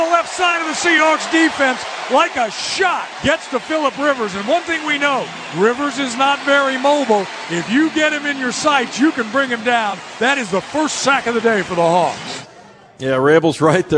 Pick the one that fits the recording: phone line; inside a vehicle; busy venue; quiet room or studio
busy venue